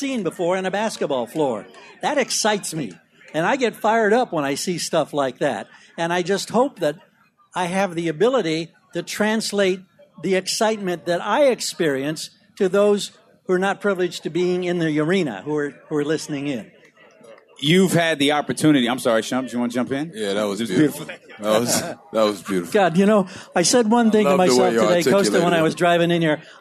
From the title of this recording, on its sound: Live At Sports Fest